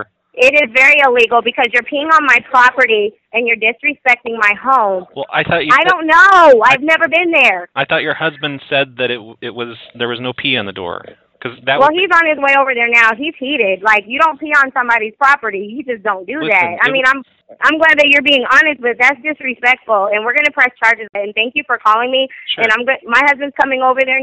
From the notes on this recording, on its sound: Prank Phone Calls